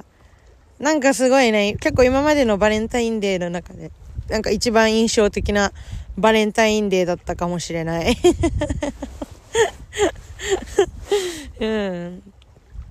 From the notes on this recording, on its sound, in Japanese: 今日は初の試みで海の近くで収録してみました。せっかく素敵な公園にいるので。